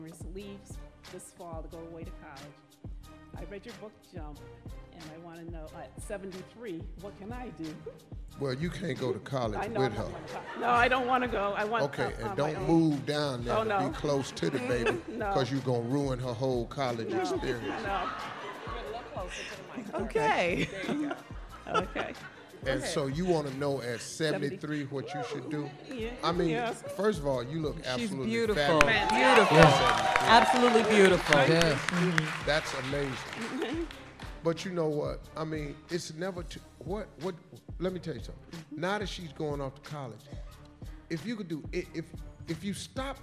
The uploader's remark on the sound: Live From Disney Dreamers Academy in Orlando